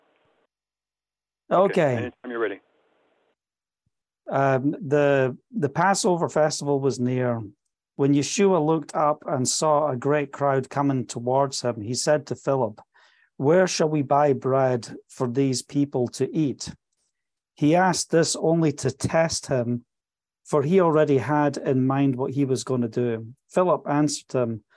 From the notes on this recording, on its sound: From the Live Weekly Zoom Call.